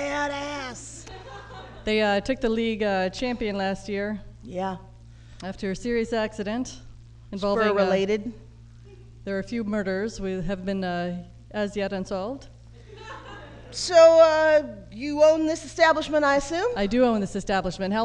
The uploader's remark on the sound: Live at the 2nd annual SF Femprov Festival